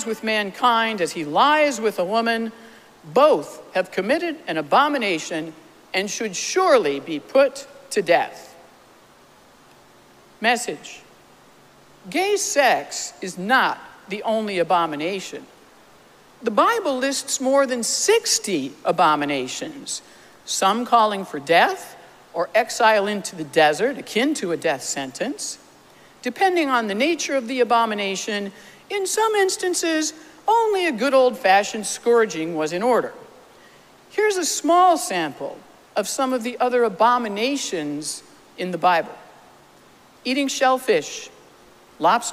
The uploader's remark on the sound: Recorded live at Arlington Street Church, Sunday, July 16, 2023.